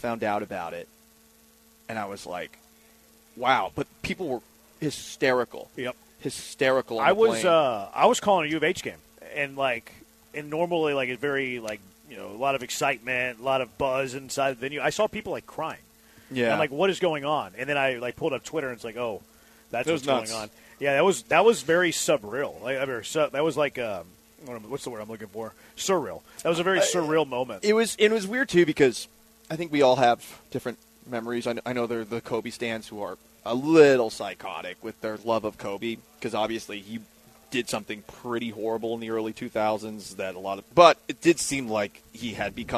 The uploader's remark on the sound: LIVE from Circa Resort & Casino in Las Vegas!